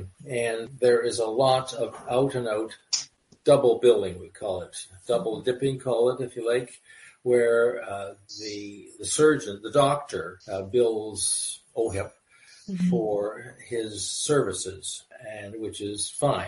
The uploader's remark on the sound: Joining me for this online discussion